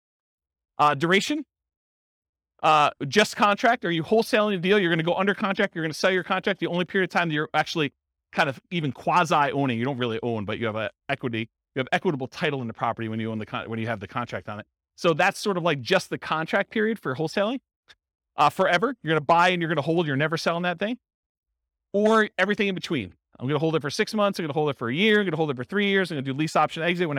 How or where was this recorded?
live audience